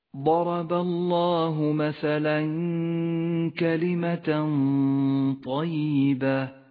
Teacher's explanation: حكم الإخفاء الأول بين التنوين وحرف الكاف، غنته مرققة لأن حرف الكاف مرقق. غنة إخفاء حرف الطاء غنة مفخمة لأن حرف الطاء حرف مفخم. · Term: غنة الإخفاء المرققة